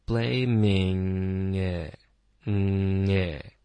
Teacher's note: You're blaminghim，那这里连读应该是 blaming 的这个后鼻音跟 him 会连读过去，him 的 h 的音我们会省略，就变成 blaminghim，这个 blaming 注意 ming 是一个后鼻音，你的舌根要往上而不是舌尖